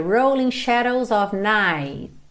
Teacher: você nem ouviria o T, é muito comum que esse T nem apareça. Quando eu marco o T, shadows of night, night, ele vem com um um Szinho de leve já embutido, então fica mesmo difícil ter certeza de que é plural ou singular, ok?